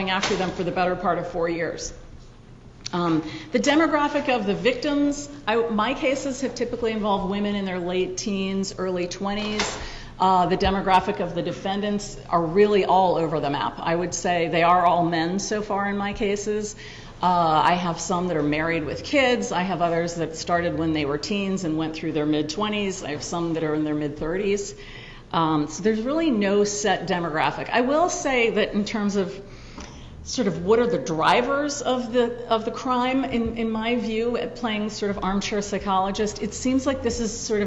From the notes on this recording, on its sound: Audio of her talk at the George Washington University Law School. Audio of her talk at the George Washington University Law School.